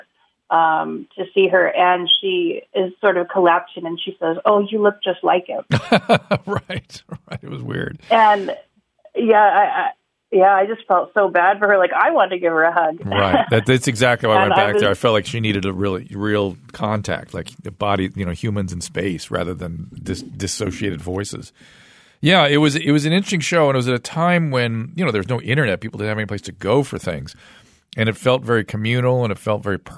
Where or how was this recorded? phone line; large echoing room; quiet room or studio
phone line